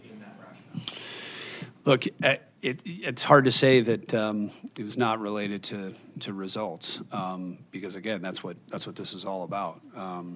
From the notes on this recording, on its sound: hosted a press conference at Fenway Park, including a Q&A with the local press